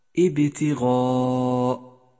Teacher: سادسا، تأمل كيف جاء حرف الغين من كلمة ابتغاء. ابتغاء جاء مفخما بأعلى مراتب التفخيم لأنه جاء مفتوحا وبعده حرف ألف